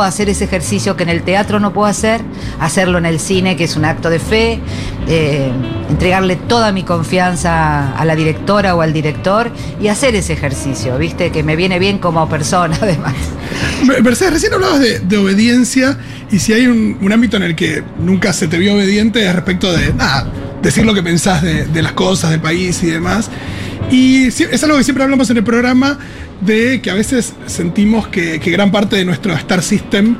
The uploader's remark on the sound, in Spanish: Segurola en vivo en Yunta Bar by Futurock FM.